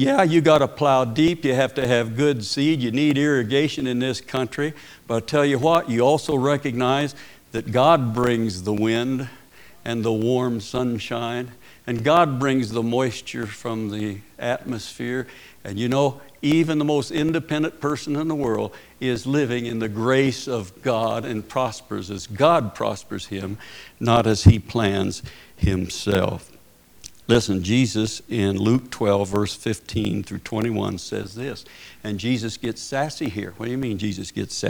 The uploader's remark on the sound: Preached at Paradise Valley Christin Church.